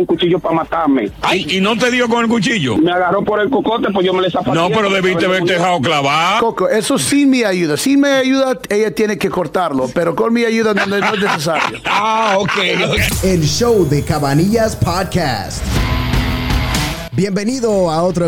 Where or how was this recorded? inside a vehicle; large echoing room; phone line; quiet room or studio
phone line